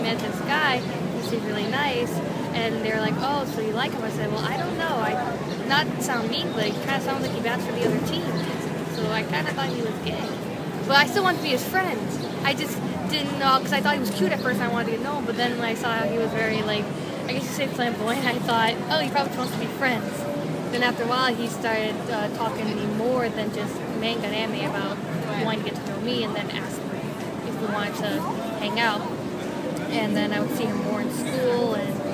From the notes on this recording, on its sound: Street Festival in Cambridge, MA, 2014